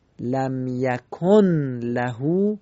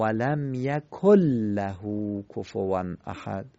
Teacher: یعنی نون تبدیل به لام میشه، لذا ما نون رو نمیخونیم، به جاش لام رو تشدید میدیم · Shown in: second take · به جای لم یکن لهو میگیم ولم یکل لهو کفوان احد. · Term: ادغام